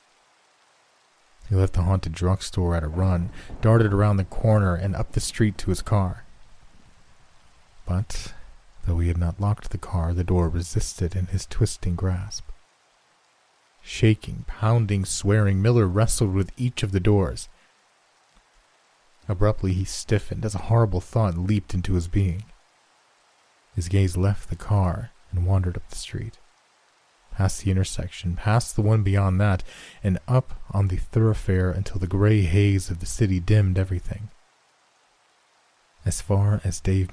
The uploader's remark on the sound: Rain & Thiunder Sounds